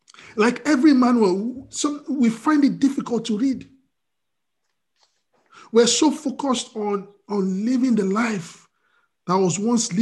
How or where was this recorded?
video call